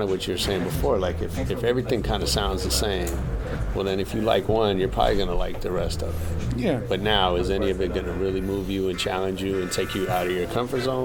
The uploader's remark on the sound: LIVE at ADE.